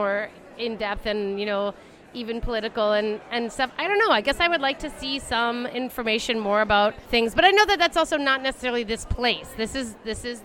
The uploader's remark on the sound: Live from The Grandstand and the Crop Art Exhibit at the Minnesota State Fair. They also visit the Crop Art Exhibit in the Ag Hort Building. At the Ball Park Cafe.